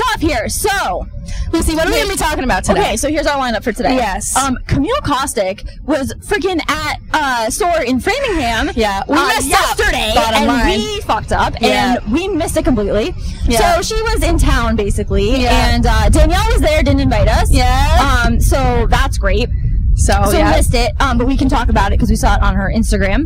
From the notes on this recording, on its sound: The ladies' first Pedicab Podcast. While riding through the streets of Boston.